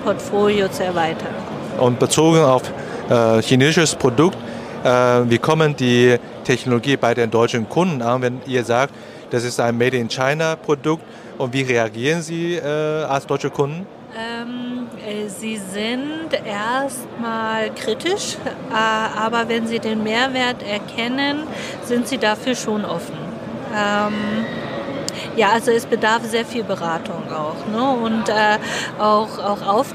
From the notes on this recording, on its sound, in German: Live Interview auf Hannover Messe 2023